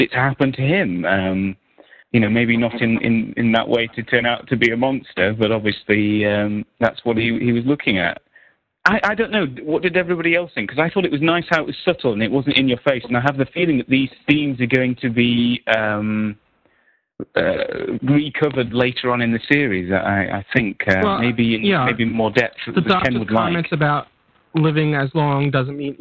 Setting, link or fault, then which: link, phone line